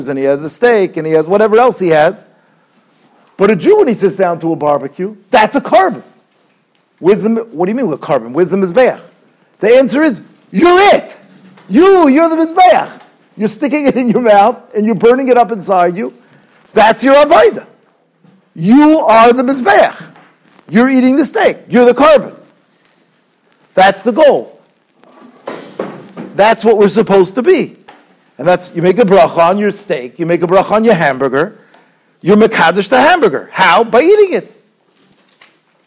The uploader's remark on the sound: Shiur recorded in Yeshivas Ohr Reuven, Monsey, NY.